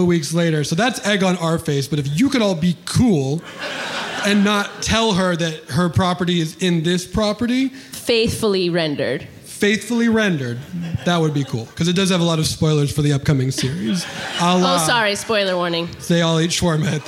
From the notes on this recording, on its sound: This performance of Off Book The Improvised Musical Podcast was recorded live at the Bourbon Room in Los Angeles on October 2nd 2022.